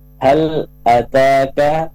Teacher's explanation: tanya ada desisnya sedikit. Ataka, ka juga ada desisnya sedikit.